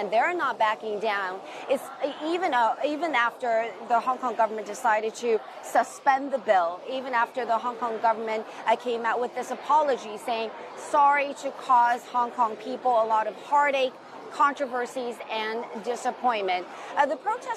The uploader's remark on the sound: We are live from the territory. We are live at the Paris Air Show.